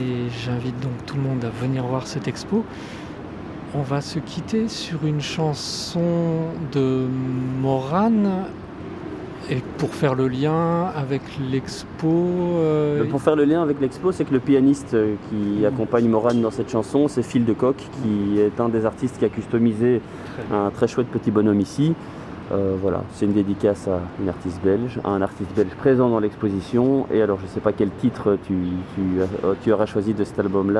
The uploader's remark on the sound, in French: Une émission en direct des Halles Saint-Géry